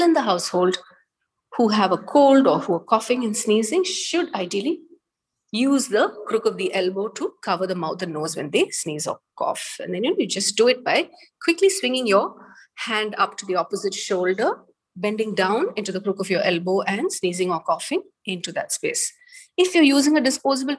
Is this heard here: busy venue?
no